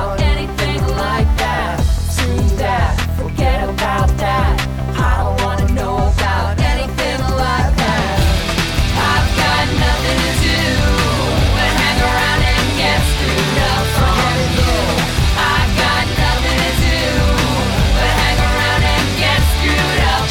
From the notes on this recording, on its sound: Recorded at ShushCon